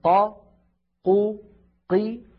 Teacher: والقاف من حروف أجد قط بكت، يعني حرف شديد، يعني ينحبس الصوت عند النطق به، فزمن قا قو قي واحد.